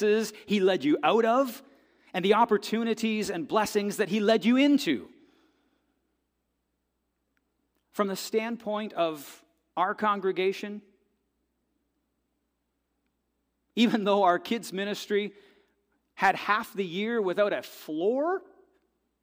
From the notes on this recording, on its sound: This audio is taken from the December 31, 2023 worship service at FBC Charlottetown.